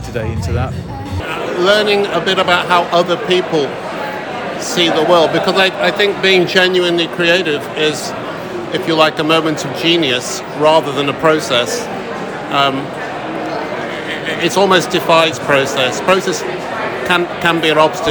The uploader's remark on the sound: I'm chatting with some of the attendees at UX Brighton 2023. I'm chatting with some of the attendees at UX Brighton 2023.